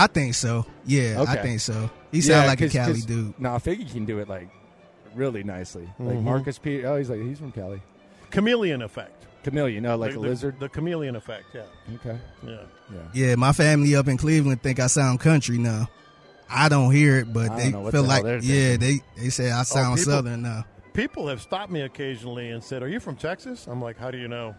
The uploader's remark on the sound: LIVE in Vegas